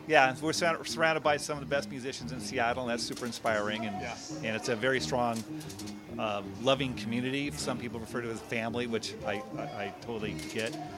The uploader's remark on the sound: We are sharing some micro interviews from the West Seattle Beer and Music Festival. West Seattle Beer & Music Festival - LIVE. We are sharing some micro interviews from the West Seattle Beer and Music Festival. The West Seattle Beer and Music Festival is a unique event at the Alki Masonic Center featuring 20 brewers.